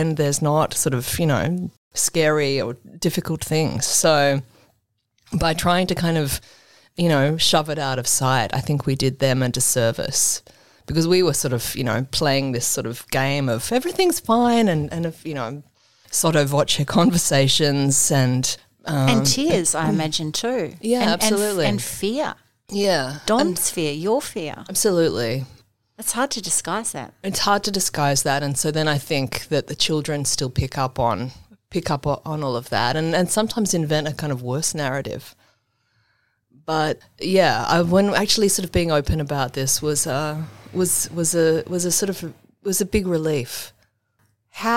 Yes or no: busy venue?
no